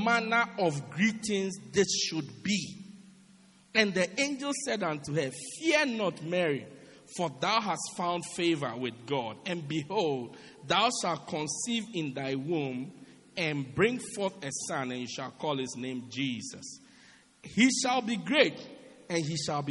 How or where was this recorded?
large echoing room